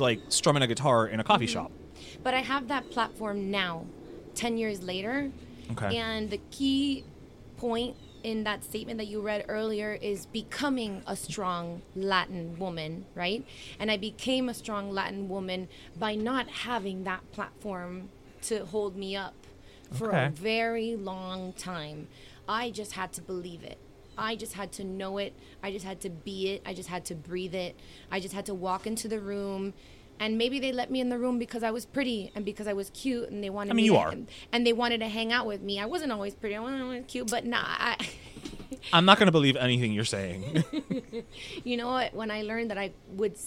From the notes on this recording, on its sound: one more great interview at Union Beer